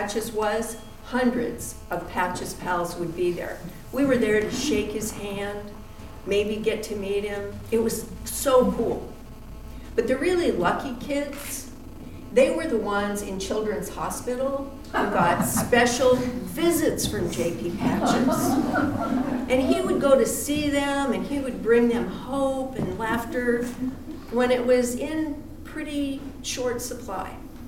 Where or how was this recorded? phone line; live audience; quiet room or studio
live audience